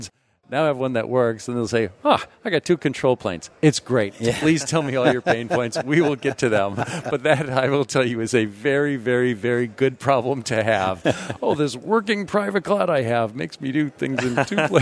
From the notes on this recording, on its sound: This Datanauts episode was recorded live at Microsoft Ignite 2018.